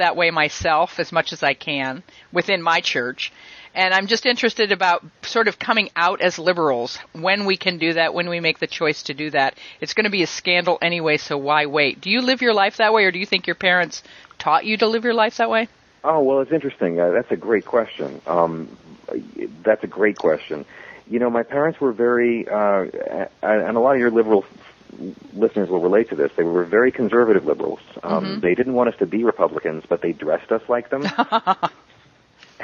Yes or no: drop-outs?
no